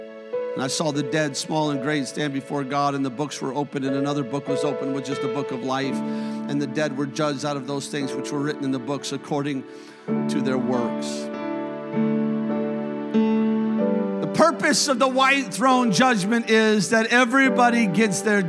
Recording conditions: large echoing room